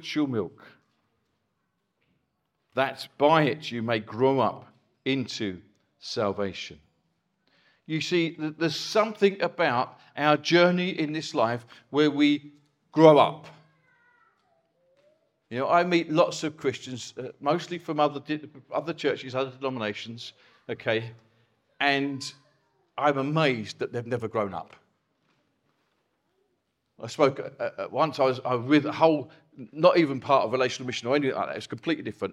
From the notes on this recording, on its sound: Recorded from our Chafford Hundred site